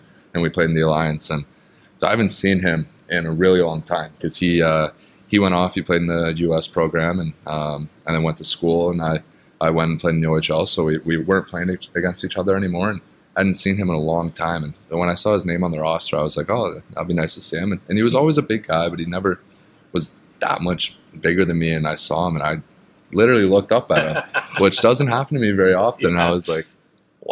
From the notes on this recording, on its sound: Last day of Vegas Golden Knights development camp. Our Golden Edge crew is on location at City National Arena.